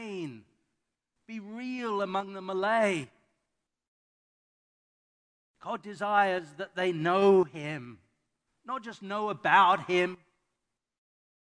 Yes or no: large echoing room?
yes